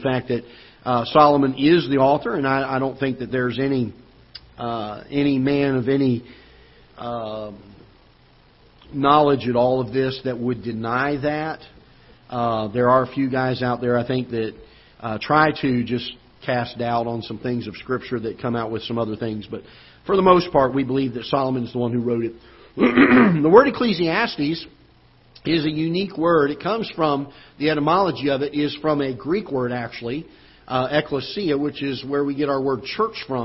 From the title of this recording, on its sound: Ketha Heights Baptist Church ~ Live Broadcast